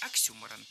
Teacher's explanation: Ударение в этом слове нужно ставить на второй слог.